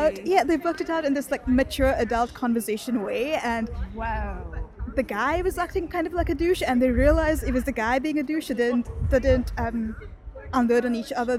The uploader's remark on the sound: Session at the Melbourne Writers Festival. Hanging out in the festival area with a few readers and a book seller.